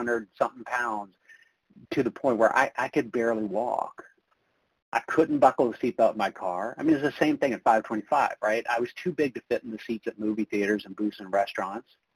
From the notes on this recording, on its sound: from the 100 Pounders Phone Meeting